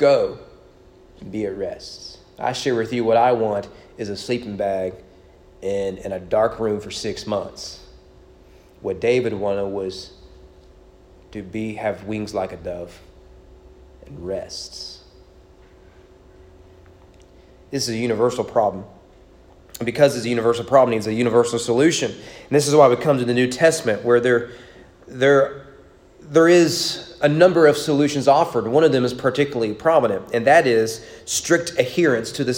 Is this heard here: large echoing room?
yes